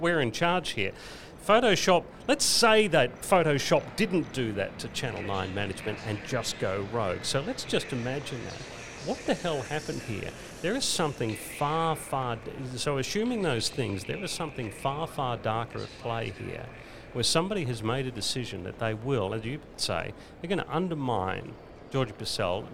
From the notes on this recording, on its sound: live from the Chairman’s Lounge the best duck hunting location in Victoria — Cape Conran Coastal Park